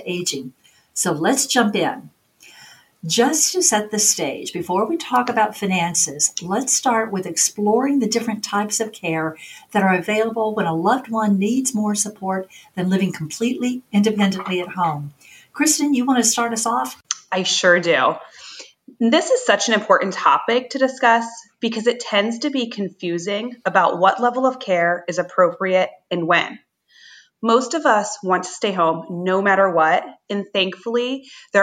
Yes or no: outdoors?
no